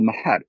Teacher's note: It's kind of a voiceless nasal, or you could just pronounce the two things right next to each other.